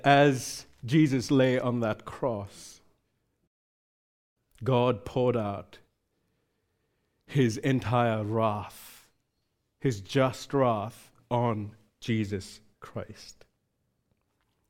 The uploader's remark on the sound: recorded live at Grace Community Bible Church